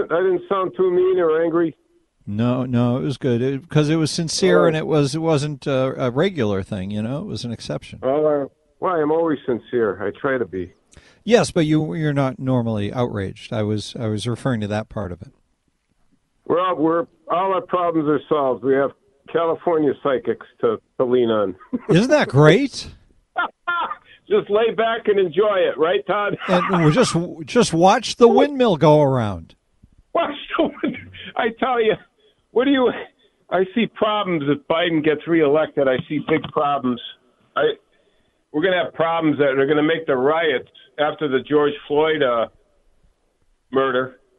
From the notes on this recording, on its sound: we take lots of phone calls